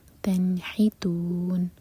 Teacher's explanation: ساکن پر جھٹکا نہ دیں ما تنحتون نون پر سکون ہے نون پر اظہار کریں گے اور ہا حلق سے